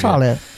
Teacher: 就是儿化，就是尾音是那种旋儿的